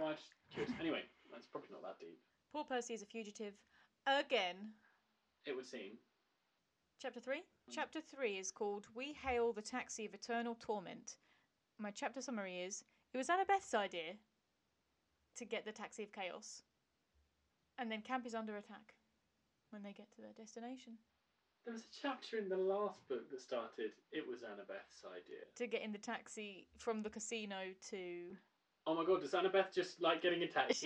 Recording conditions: poor sound quality